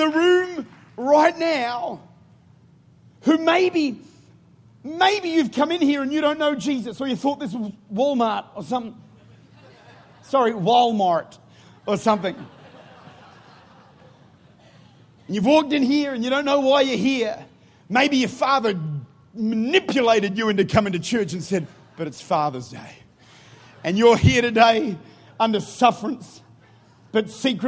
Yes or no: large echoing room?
yes